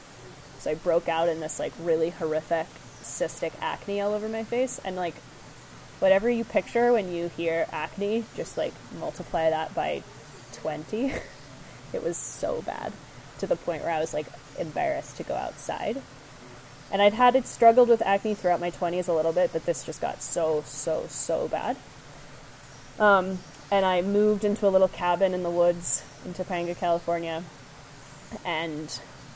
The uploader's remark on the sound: Enjoy the waterfall background sounds